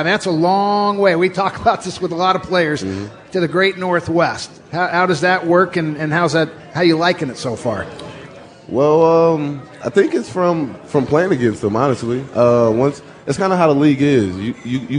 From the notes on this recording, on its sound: Joins the show live at Pearl Bar and Dining.